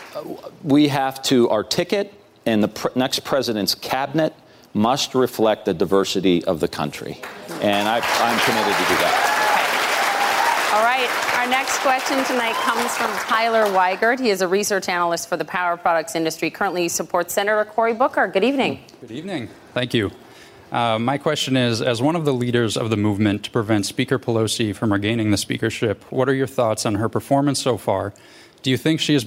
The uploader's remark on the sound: Answers questions during a live town hall. In Atlanta, Georgia.